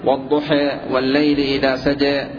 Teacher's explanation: فإن لام الضحى منقلبة عن واو الضحوة، فليس فيها سبب الإمالة، ولكنها أميلت هنا لمناسبة سجى · Term: إمالة للإمالة